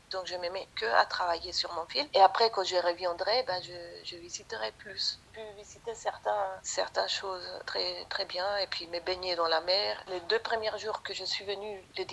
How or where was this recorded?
phone line